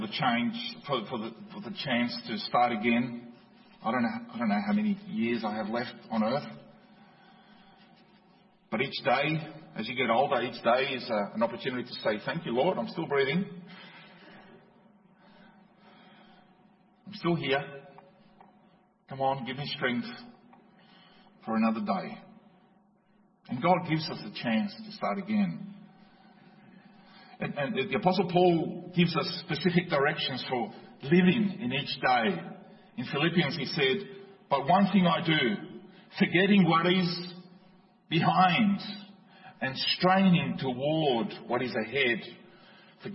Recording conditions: large echoing room